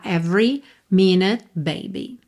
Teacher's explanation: Every, atenção que esse e do meio não é pronunciado, não é every, tá?